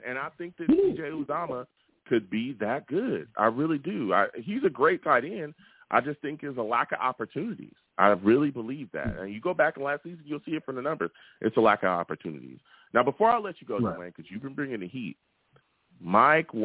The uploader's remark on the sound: I take live callers!